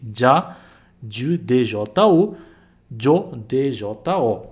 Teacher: A gente escreve com J aqui, mas esse som de J não é o nosso J, tá bom? É como se fosse um DJA